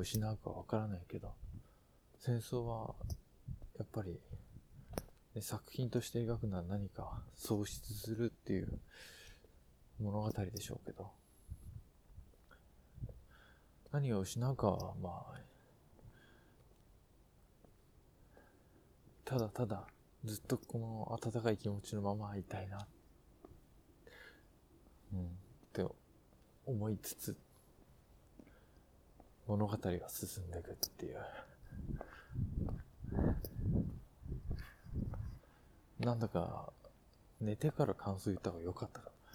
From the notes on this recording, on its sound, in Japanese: 歩きながら録ったので風の音などの雑音あります。